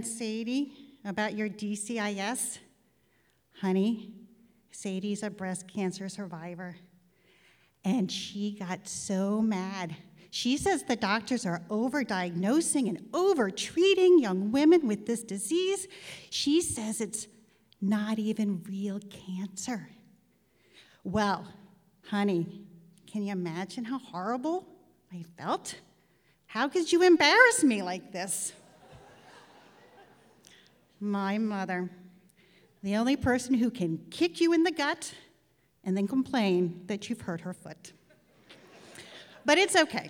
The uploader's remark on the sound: New England Public Radio and the Academy of Music Theatre collaborated to present four live Story Slam events at Hinge in Northampton, MA in 2014-15.